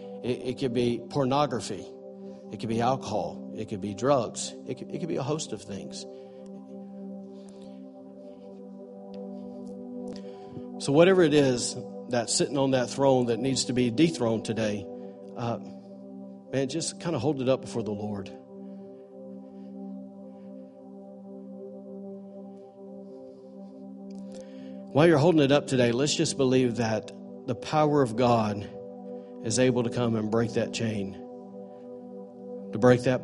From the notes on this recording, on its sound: Recorded on Sunday, January 28, 2018, during morning services at The ANCHOR Church in Rockport, Maine.